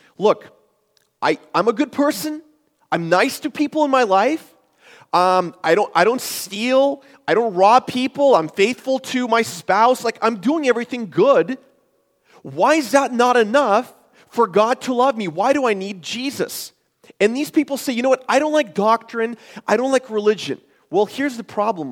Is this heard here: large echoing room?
yes